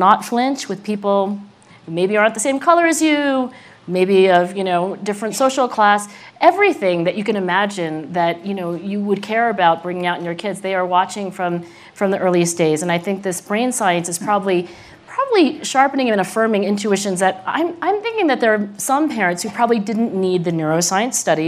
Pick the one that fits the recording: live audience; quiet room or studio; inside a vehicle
live audience